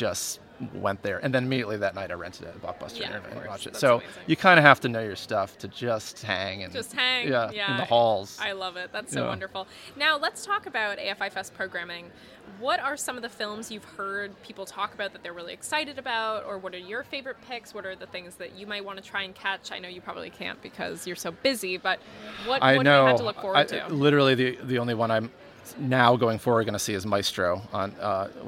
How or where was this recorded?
busy venue